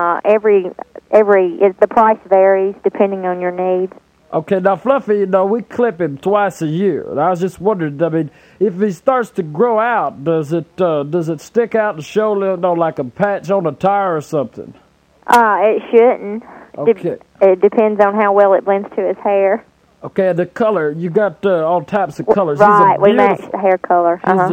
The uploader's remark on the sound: Prank Phone Calls